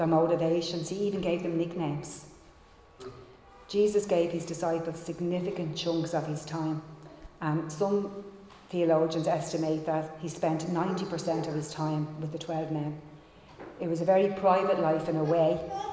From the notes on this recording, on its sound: Recorded live in Liberty Church on 16 January 2022